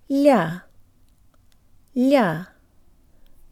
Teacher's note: With the Y built right into the L. · Term: soft L